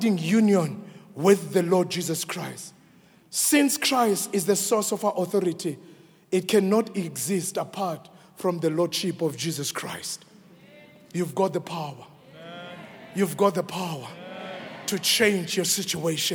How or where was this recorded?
large echoing room